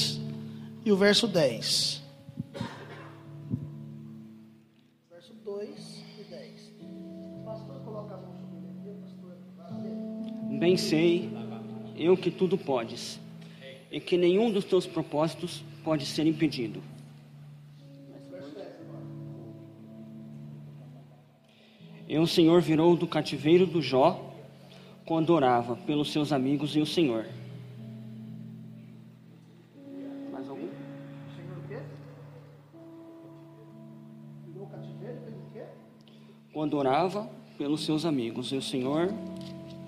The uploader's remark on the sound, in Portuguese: Mensagem gravada em 12/02/2023 - Culto da Família